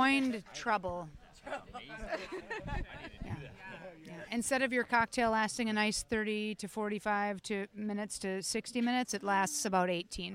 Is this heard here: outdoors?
yes